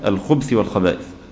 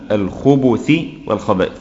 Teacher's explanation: وهو بضم الباء وليس بالإسكان · Shown in: second take · الأغلب الناس ينطقون الخبث والخبائث، هذا خطأ.